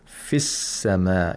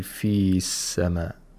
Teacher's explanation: you have to pronounce the long vowel like a short vowel when you're connecting it to the next word · Shown in: first take · which begins with a Hamzatul Wasl.